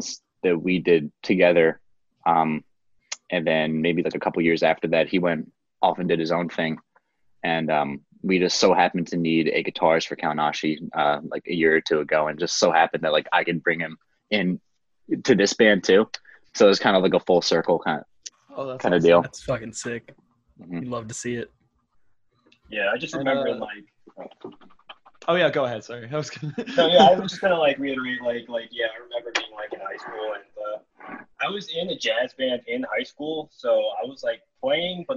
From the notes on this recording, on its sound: It took us three zoom calls to make this episode happen because of the god forsaken time limit that the zoom gods created.